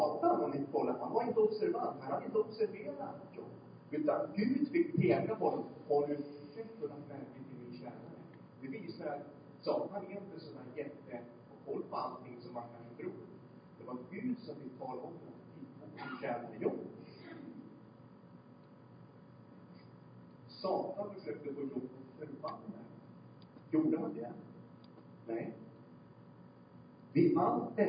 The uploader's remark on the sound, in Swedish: Storsjökyrkan. Låg inspelningskvalité och ljudnivå!